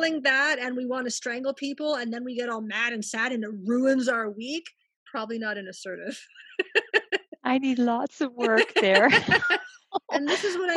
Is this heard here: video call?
yes